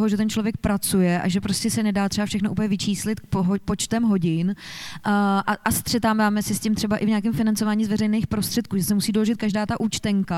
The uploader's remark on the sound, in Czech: Tento díl podcastu Kolaps se nahrával živě na festivalu audiovizuálního umění a alternativní elektronické hudby Lunchmeat v korzu Národní Galerie v Praze. Pro podcast byla Národní galerie ideální kulisou.